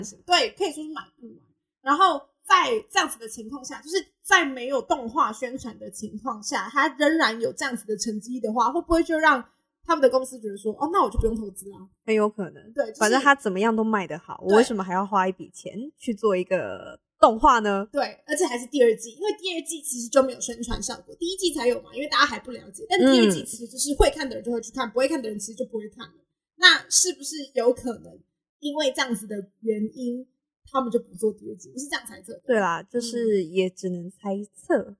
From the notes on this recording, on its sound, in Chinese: 本集音質有點問題還請大家多多擔待。